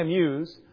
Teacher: you're not accenting the A, you're really accenting the M